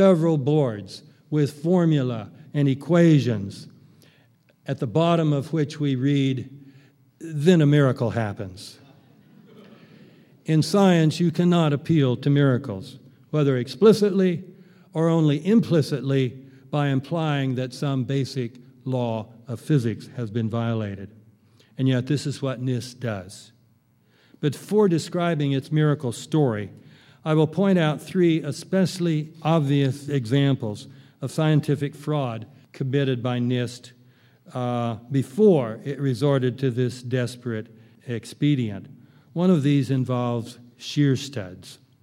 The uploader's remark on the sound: keynote address at the 5th Annual 9/11 Film Festival in Oakland, California